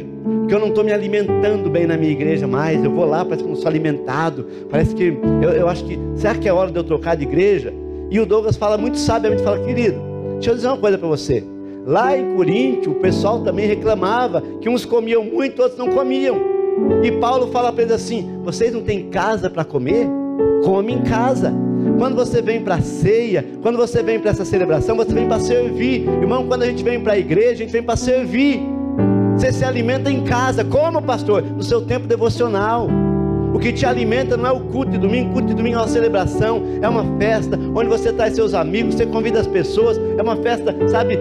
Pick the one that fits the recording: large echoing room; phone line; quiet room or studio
large echoing room